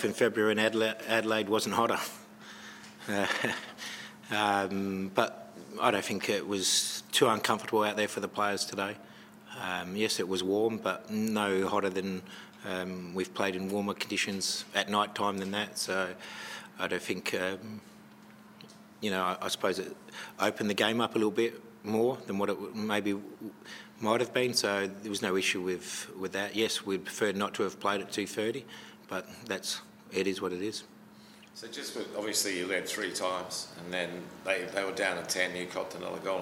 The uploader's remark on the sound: Round 17 post-match press conference